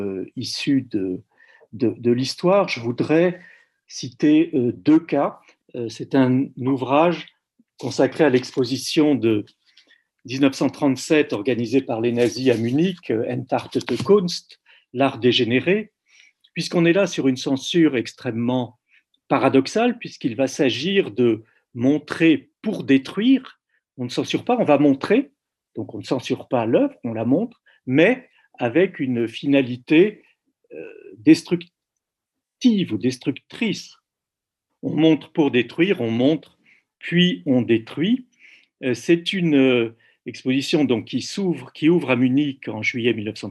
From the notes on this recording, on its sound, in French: Enregistré sur Zoom le 4 février 2021